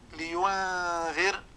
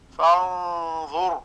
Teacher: ففي نحو لينذر نلاحظ أن الغنة مرققة، وفي نحو فانظر نلاحظ أن الغنة مفخمة. وضابط ذلك أننا ننظر إلى الحرف التالي للنون الساكنة أو التنوين، فإن كان مفخما تفخم الغنة، وإن كان مرققا ترقق الغنة، فالغنة تابعة لما بعدها تفخيما وترقيقا.